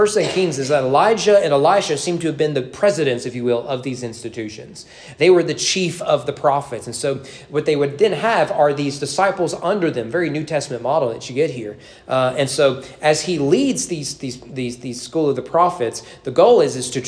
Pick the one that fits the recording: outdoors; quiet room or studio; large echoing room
large echoing room